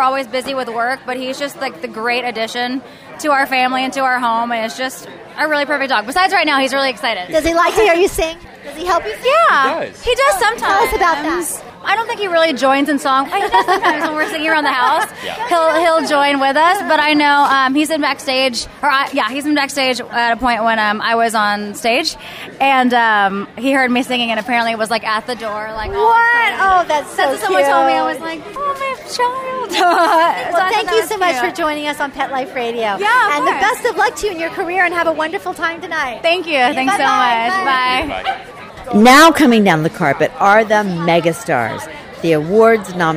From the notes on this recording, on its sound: live at The World Dog Awards!